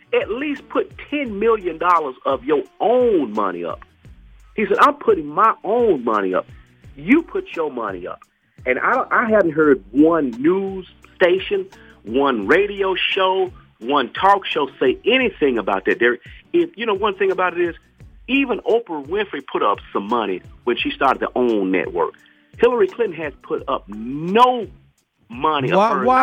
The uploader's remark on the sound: Opens up the lines to the listeners. The callers joined the conversation and shared their thoughts on the debate.